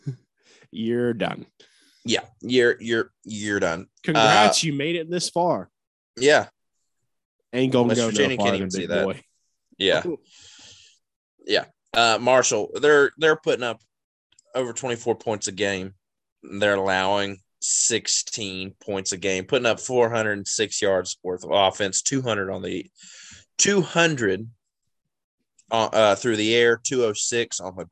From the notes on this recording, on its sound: talk smack from a Zoom call